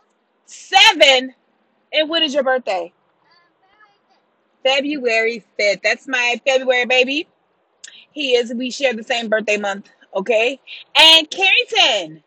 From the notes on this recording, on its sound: this episode was recorded in the car on our way to drum lessons, which means it is staring some special little guests